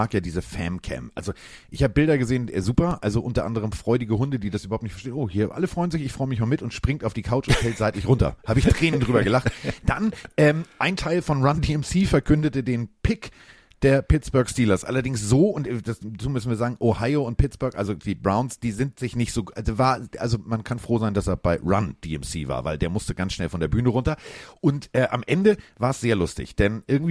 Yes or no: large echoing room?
no